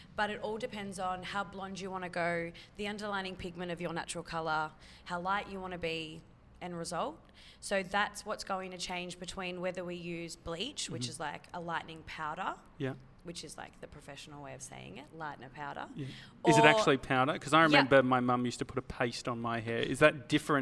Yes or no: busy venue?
yes